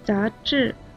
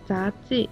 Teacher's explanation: 智的声母是知，是卷舌音，发音的时候舌头要卷起来 · Shown in: first take